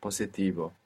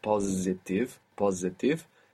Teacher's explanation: you pronounce the S, where most English speakers will probably find themselves pronouncing a Z there, because in English we have positive, positive, so that would probably transfer into Spanish to positivo, and we want to be careful not to do that.